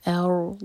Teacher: حمزہ light اور را ساکن ہیوی، ارض اور ضاد زبان کے سائڈ سے منہ بھر کر.